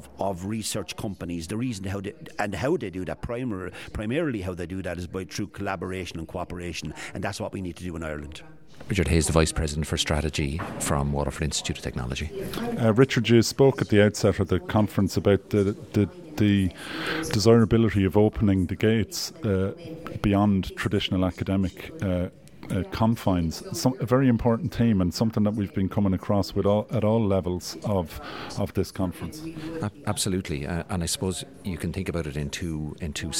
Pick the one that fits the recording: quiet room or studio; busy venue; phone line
busy venue